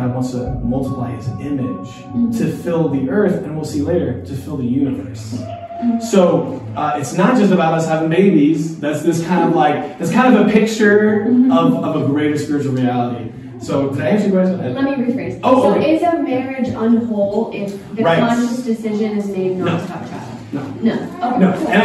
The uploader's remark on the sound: A live Q&amp;A time after the live talks at New King Church. A live Q&A time after the live talks at New King Church.